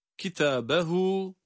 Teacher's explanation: burada hem ta hem de ha harfi birer elif miktarı uzatılmakta.